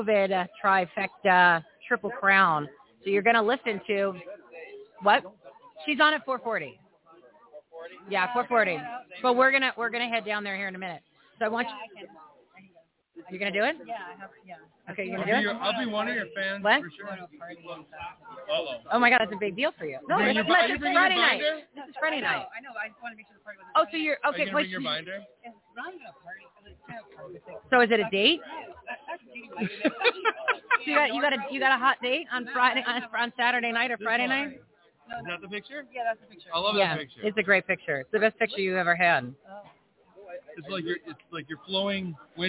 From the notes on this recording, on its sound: LIVE FROM REAWAKEN TOUR IN PHOENIX